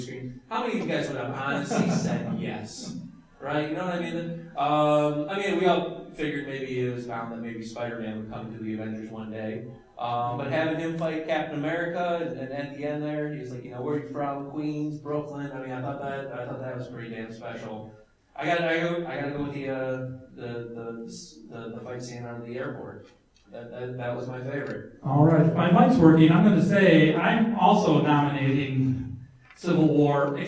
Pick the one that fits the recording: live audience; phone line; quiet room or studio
live audience